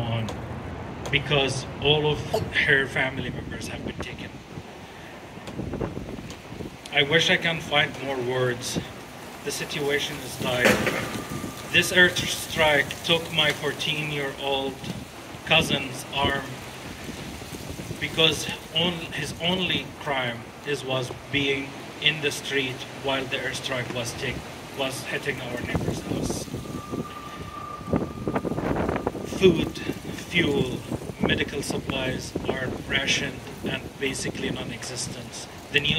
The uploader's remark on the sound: I don't believe there were any members of the press present at the press conference, although all of the local outlets were contacted by the organizers. I was providing the sound, so I hastily decided at also record the press conference with my phone, since no one was recording the event with anything fancier than that.